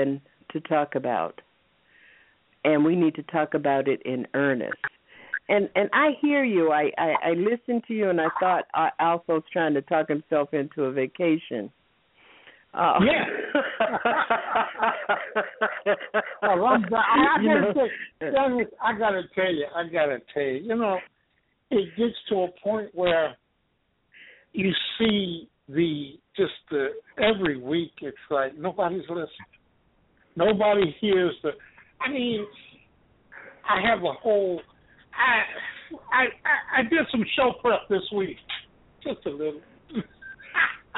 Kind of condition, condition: link, phone line